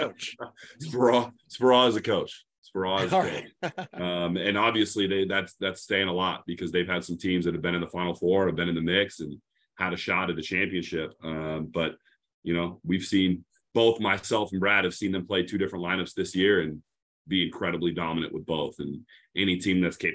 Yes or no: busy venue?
no